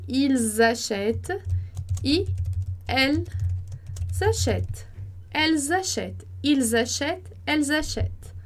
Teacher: E daí no plural, ils achètent, que também vai fazer a liaison